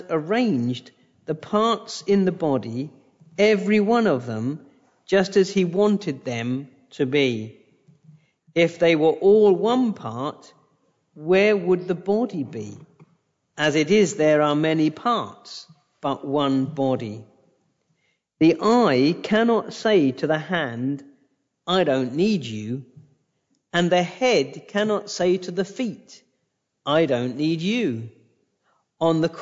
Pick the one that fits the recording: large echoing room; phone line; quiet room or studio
large echoing room